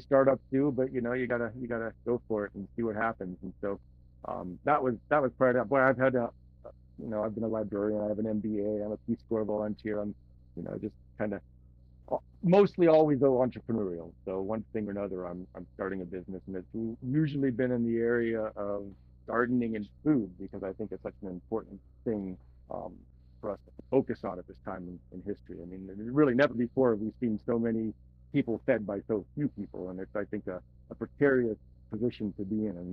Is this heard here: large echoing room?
no